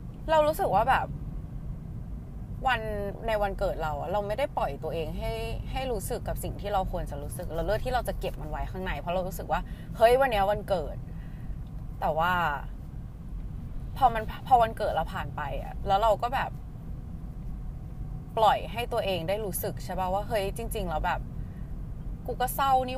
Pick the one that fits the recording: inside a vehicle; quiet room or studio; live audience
inside a vehicle